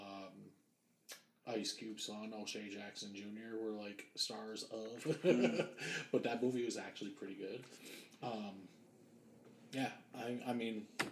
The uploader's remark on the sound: Some slight issues and this was the first time recording with a new Mic